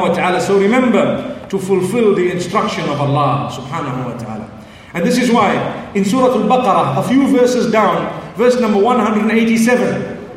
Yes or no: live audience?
yes